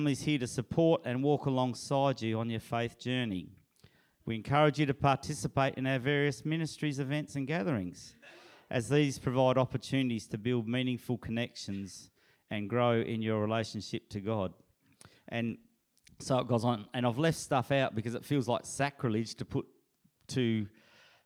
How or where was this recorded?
large echoing room